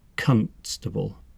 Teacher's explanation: In this last category, they tend to pronounce it constable, with the emphasis on the first syllable